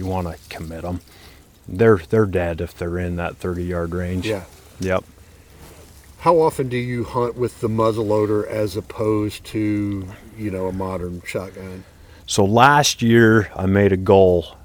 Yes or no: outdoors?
yes